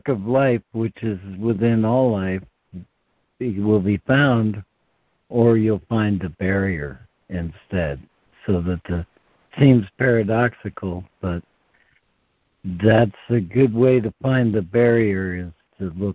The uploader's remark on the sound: ACIM Daily Conference Call